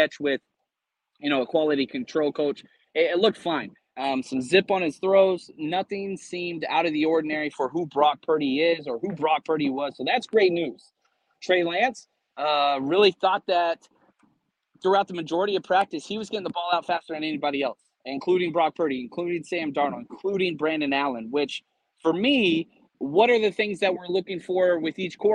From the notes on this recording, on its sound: Live from Levi’s.